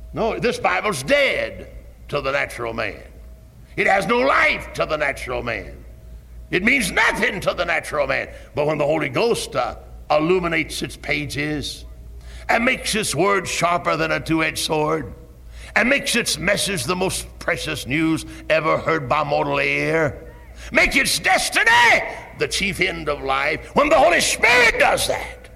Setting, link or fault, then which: setting, large echoing room